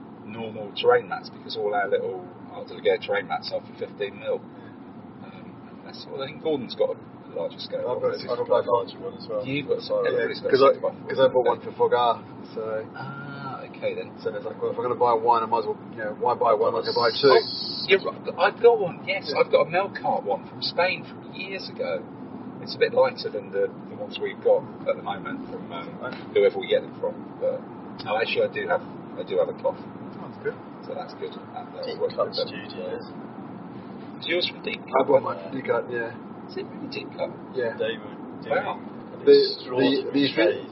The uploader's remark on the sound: This episode was recorded quite literally on the road, using an iPhone 5 microphone - the audio is still pretty decent though, so don't be afraid!